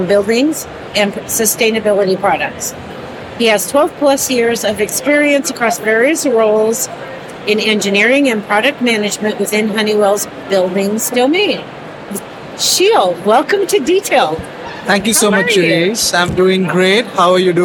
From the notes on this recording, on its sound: In this bonus episode, we share a LIVE conversation from the 2023 Greenbuild International Conference and Expo in Washington D.C.